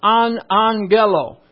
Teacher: When you have two G's together in the Greek, it has an N sound.